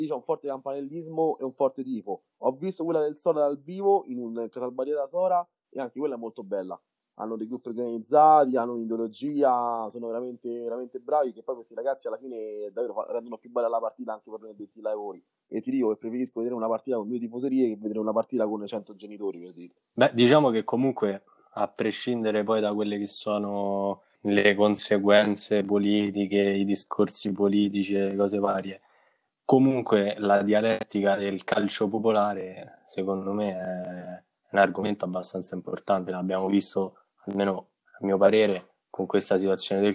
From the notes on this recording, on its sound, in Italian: Episodio registrato da remoto in data 14/07/2020.